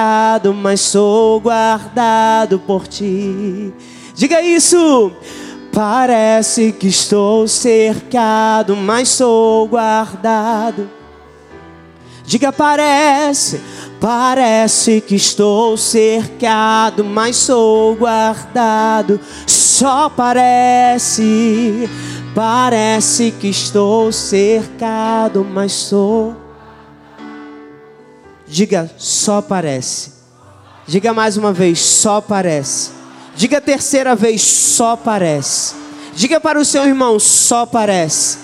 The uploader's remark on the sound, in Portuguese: Neste culto gravado na Igreja Evangélica Cristo Vive.